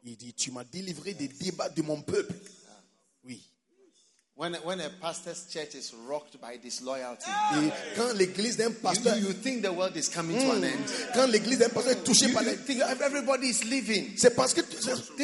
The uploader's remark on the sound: Preached at the Give Thyself Wholly Conference, August 2022, Mampong-Ghana.